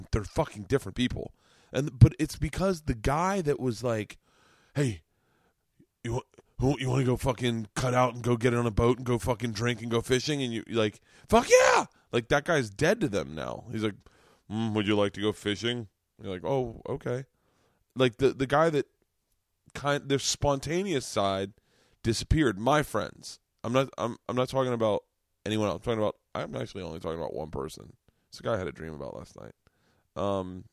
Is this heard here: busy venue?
no